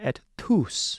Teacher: It's also not a hard, really hard T, et tus. It's really a softer T with an H kind of aspirated